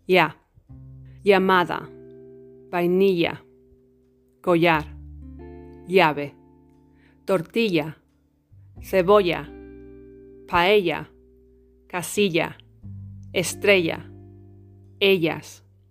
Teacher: The airstream is directed to the sides of the mouth and not the center. That is what makes this sound lateral.